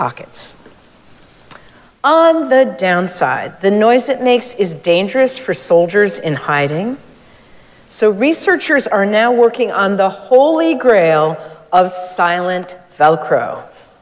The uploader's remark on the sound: Recorded live at Arlington Street Church.